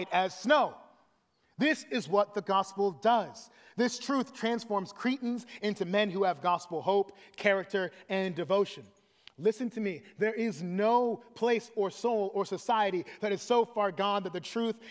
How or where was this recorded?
large echoing room